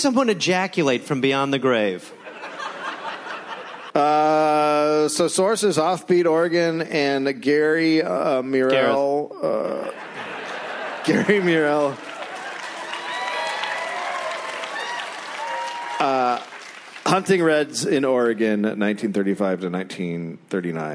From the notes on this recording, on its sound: Recorded live in Portland.